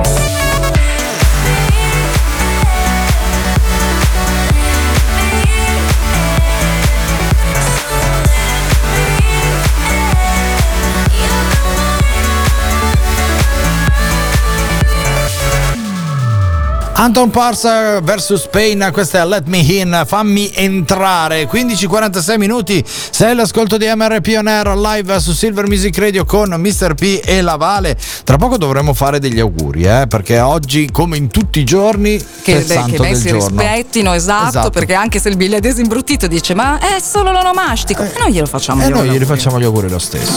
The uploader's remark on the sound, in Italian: live da Link & Co di Milano